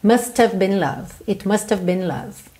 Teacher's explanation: Lembra de botar um arzinho nesse T? T, T, T. ….